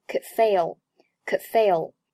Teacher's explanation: could 和 fail 连在一起，could 爆破音 d 失去爆破，读作 couldfail